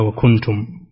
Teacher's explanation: نون ساكنة أتى بعدها حرف التاء وهو من حروف الإخفاء